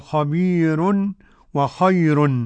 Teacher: يعني ورش يرقق الراء إذا كان قبلها هذه الحروف ياء ساكنة، سواء كانت ياء لين أو ياء مد